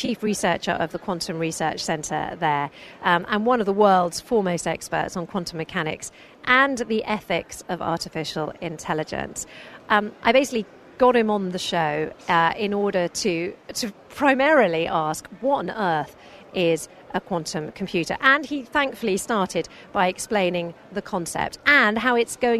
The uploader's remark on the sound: LIVE FROM INTERSEC